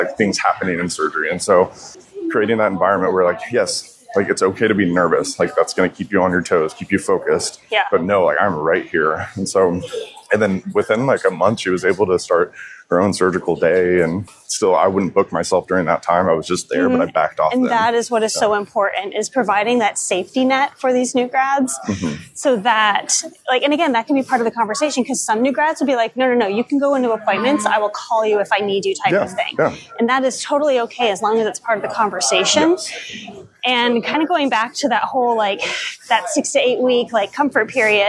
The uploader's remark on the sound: This special episode was recorded on the move at the VMX conference, so listeners will get to experience the lively atmosphere of the event in the background.